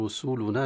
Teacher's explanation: يقول رسلنا بثلاث ضمات كاملة، ثلاث ضمات كاملة وليس مختلسة